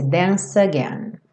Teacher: Lembra que o E final do dance não é pronunciado. Então a gente junta o C com again e esse C com som de S